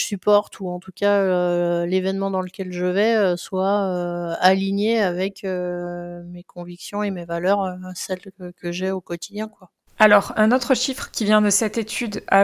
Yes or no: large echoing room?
no